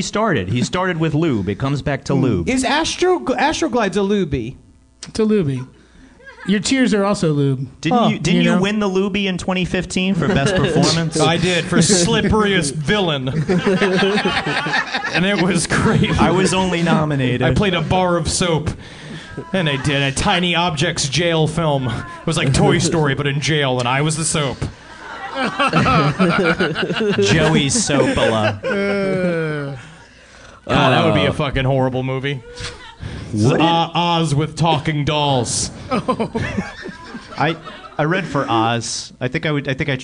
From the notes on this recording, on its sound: NYC Podfest 2016 LIVE. This month's episode was taken from our live recording at NYC Podfest 2016!